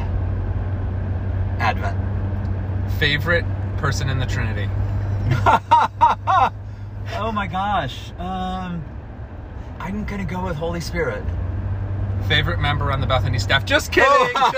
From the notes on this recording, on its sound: Clergy in the Car Having Coffee. On the drive they got coffee and recorded this special podcast!